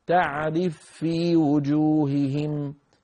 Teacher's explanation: التقى فاءان وكلتاهما متحرك، أبو عمرو يسكن الأولى ويدغمها فتصير تعرف في وجوههم، تعرف في.